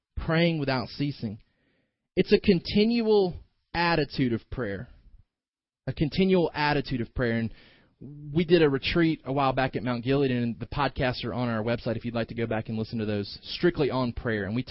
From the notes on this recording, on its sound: delivered this morning's sermon